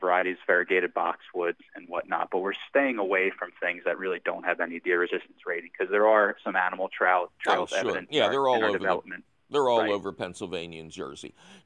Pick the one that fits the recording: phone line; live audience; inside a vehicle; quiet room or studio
phone line